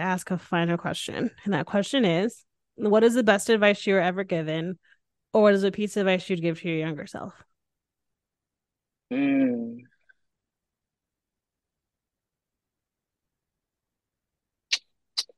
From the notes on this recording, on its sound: This podcast was recorded via Zoom.